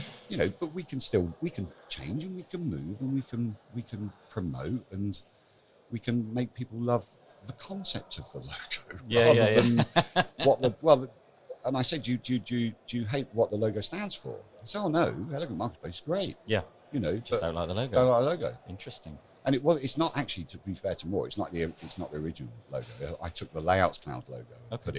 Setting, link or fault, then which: setting, busy venue